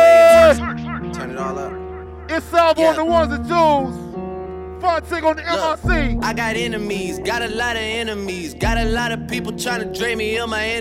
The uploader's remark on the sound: Recorded at The Do-Over Brooklyn as part of #THEDOOVER10.